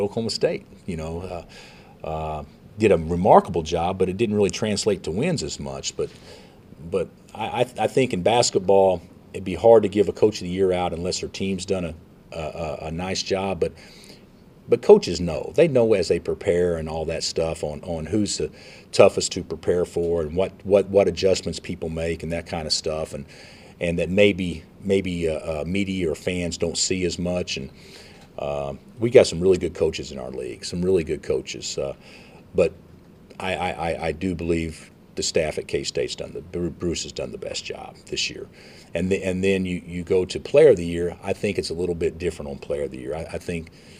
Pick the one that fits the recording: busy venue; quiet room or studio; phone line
busy venue